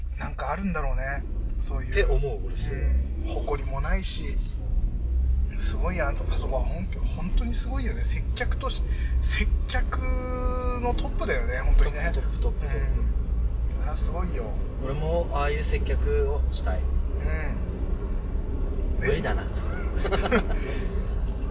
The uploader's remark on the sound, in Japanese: ヒトノワまでの車内雑談※雑音注意！先日お邪魔した『カフェ ヒトノワ』さんへ向かう道中、車内での雑談が思ったより盛り上がったのでオマケとして配信します。車内での録音ですので、走行音などの雑音が混じっております。完全ノーカットでお送りいたします。